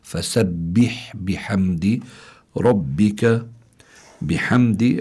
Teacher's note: والحاء هون فسبح بيكون فيها همس لأنه من حروف فحثه شخص سكت، بحمد ربك واستغفره.